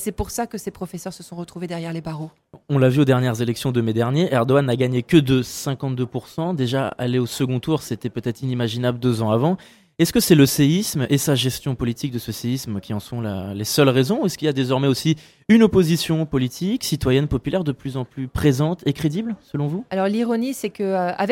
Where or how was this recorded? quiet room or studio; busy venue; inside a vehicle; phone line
busy venue